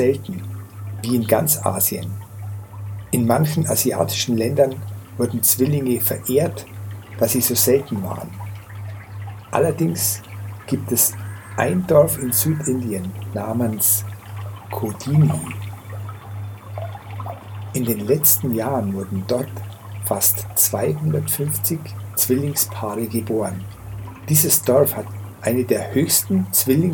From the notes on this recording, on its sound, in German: In dieser Folge hörst du eine Aufnahme, die ich an einem kleinen verfallenen Shiva Tempel am Hooghly River gemacht. Die hochwertige Audio-Aufnahmen, die ich hier in Indien gemacht habe umfasst das volle hörbare Klangspektrum.